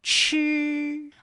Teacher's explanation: 仕途的仕，它的声母是诗，竹林的竹，声母是之，还有创作的创，声母是吃啊，这几个音呢都是翘舌音